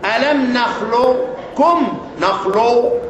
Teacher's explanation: رايح للقاف ارتفعت مؤخرة اللسان طلع للقاف